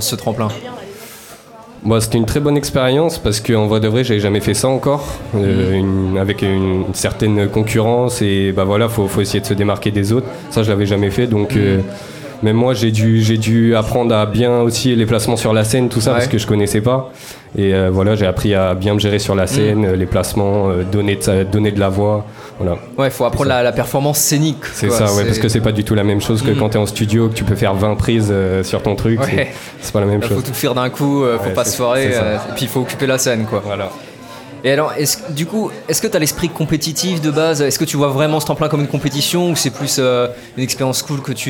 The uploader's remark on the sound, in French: En direct du barouf pour la finale du tremplin éclosion